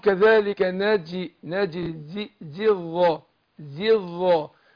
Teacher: حذفنا حرف المد اللي هو الياء عشان التقاء الساكنين